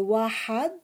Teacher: la prononciation, c'est une expiration qui vient de la gorge. Alors, exemple, si je veux dire un, qui est wahad, alors je vais l'écrire W-A-7-H-A-D, ce qui fait wahad.